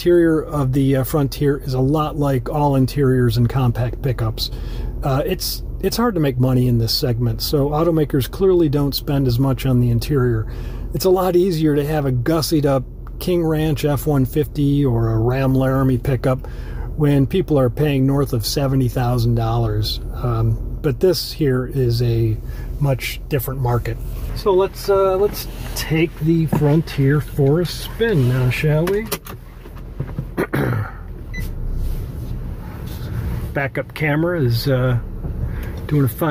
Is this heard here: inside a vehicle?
yes